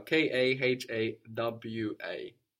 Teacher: But already we see in Swahili that we have the habit of consonant vowel, consonant vowel, consonant vowel. So kahwa becomes kahawa.